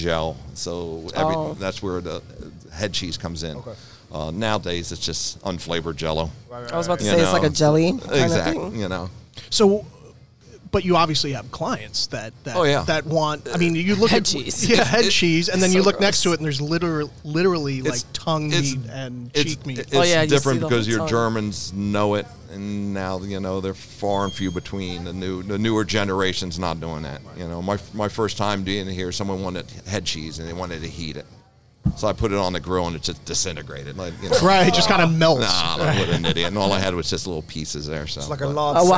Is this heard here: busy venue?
yes